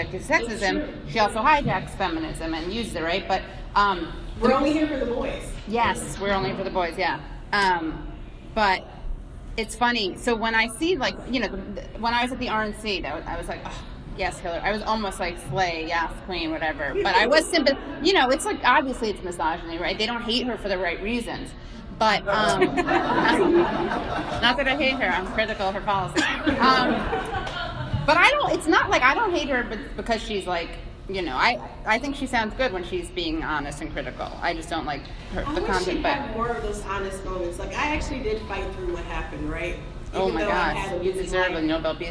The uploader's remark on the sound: This episode is from our live taping at The Brooklyn Commons.